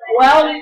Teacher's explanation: واو رقيقة تطلع على لام فخمة